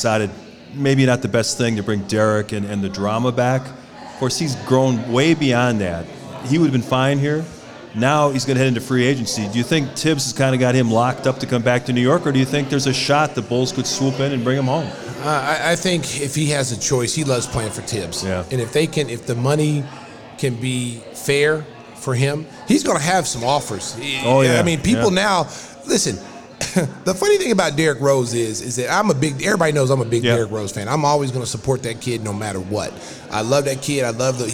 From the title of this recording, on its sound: Live From Salutos in Gurnee